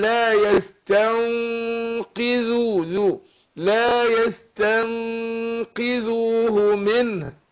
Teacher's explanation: هنا بنفخم الغنة، انا يعني بخفي النون عند القاف لا يستنقذونه، بفخم الغنة عشان القاف حرف ايه؟ مستعلي، حرف مفخم. فقول لا يستنقذوه، لا يستنقذوه منه.